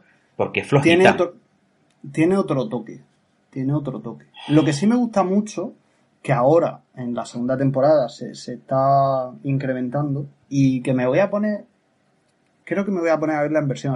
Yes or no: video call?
yes